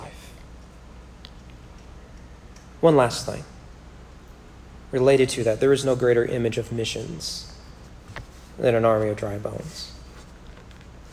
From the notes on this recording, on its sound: Sermon was preached at Corinth Baptist Church in McQuady, KY on March 22, 2021 during their Man Up Monday event.